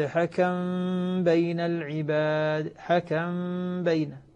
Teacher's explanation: فالميم بقيت موجودة واضحة، نسكنها ثم نخفيها عند الباء · Term: الإخفاء